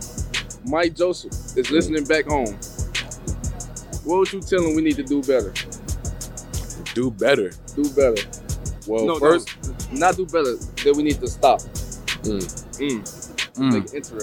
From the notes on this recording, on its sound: Behind the scenes at Big 12 Media Days. Interview each other at Big 12 Football Media Days.